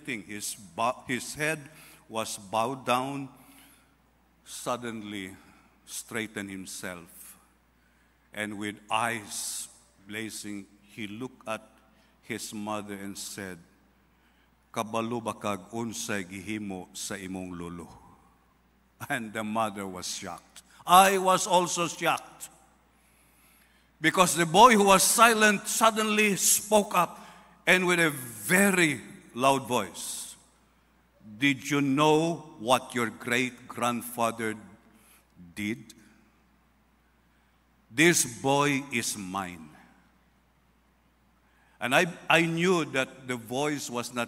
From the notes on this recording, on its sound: This sermon podcast was recorded live at Zamboanga City Alliance Evangelical Church.